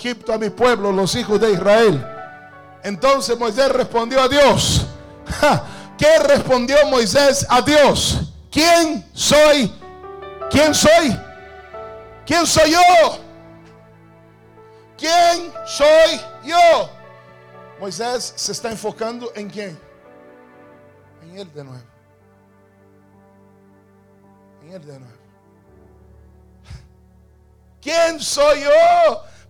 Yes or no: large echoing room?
yes